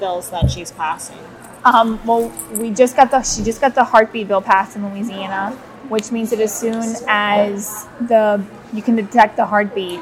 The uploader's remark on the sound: Interviews attendees of the Pro-Life Women's Conference in New Orleans.